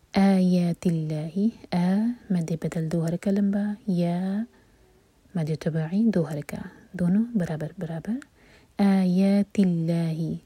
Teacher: یہاں پر لام جلالہ لائٹ ہوگا، کیونکہ اللہ تعالیٰ کے نام سے پہلے جو ورڈ ہے آیاتی، اس کے لاسٹ لیٹر پر کسرہ ہے